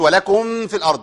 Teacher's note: الناظم حذرنا من الميم عند الفاء وقال واحذر لدى واو وفاء أن تختفي